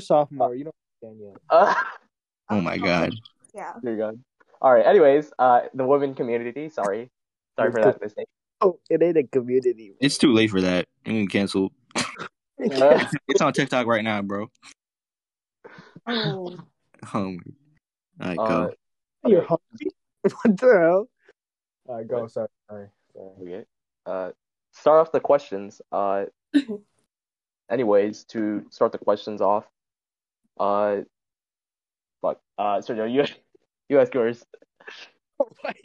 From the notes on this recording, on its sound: had mic problems for the first half of the podcast